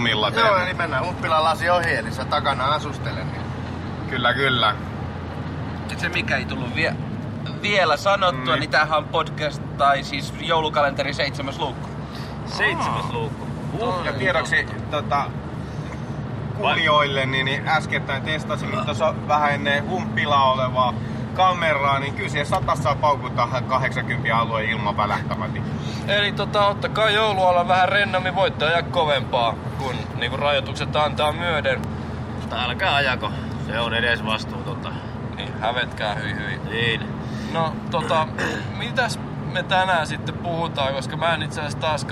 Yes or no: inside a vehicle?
yes